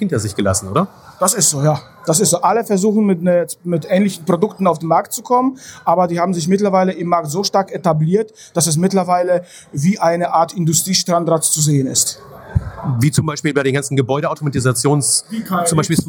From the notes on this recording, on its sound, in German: Live-Aufnahme bei der Mosecker-Memo-Messe in Münster.